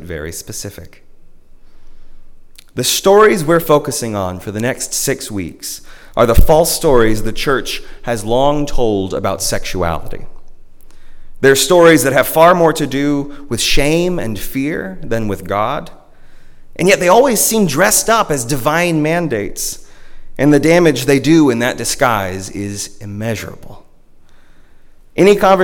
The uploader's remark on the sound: At Northminster Church on March 1, 2020 - the First Sunday of Lent.